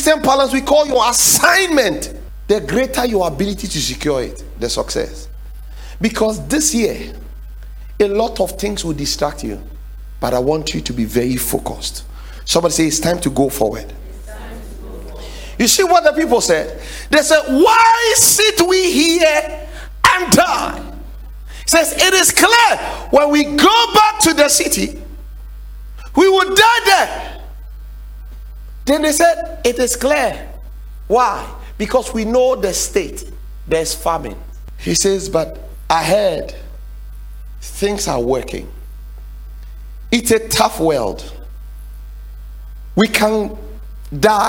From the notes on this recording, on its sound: The 7 Pillars to Secure Success sermon series preached at The Faithlife Church, Ghana-Tema Community 3 Site A.